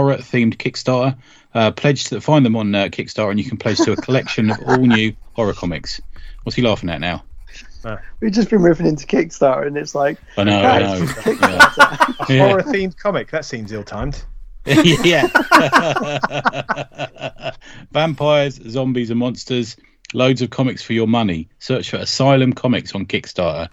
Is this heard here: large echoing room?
no